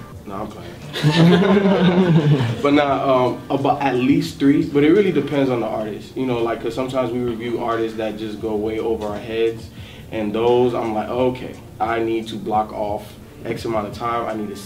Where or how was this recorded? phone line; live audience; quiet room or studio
live audience